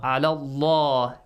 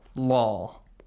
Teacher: And that is the last vowel before the word Allah. So if that's a fatha or a dhamma, make an aw sound with the word Allah. · Term: Heavily